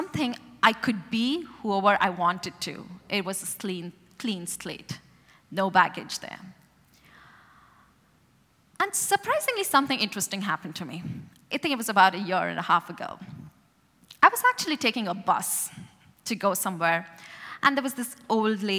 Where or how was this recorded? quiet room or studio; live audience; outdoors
live audience